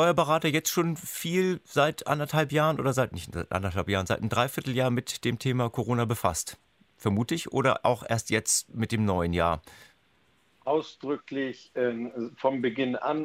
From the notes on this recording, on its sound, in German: DEUTSCHLANDFUNK. Alle zugeschaltet per Telefon.